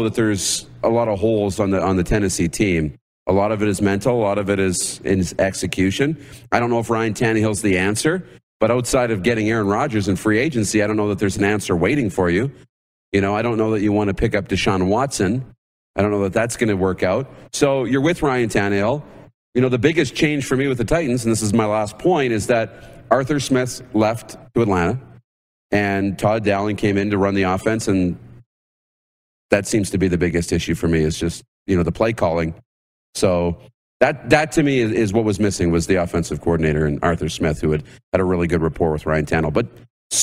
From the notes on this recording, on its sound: Live from Grey Eagle Resort and Casino in Calgary, Alberta